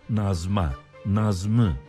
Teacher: Ünlüyle başlayan ek aldığında i sesi düşer. Nazma, nazmı biçimini alır.